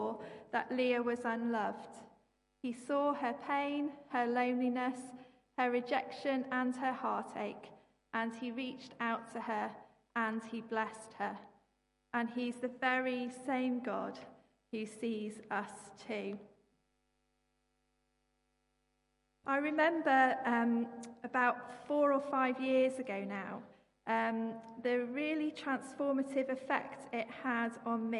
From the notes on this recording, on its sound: Live. Christ Church, Bayston Hill (UK).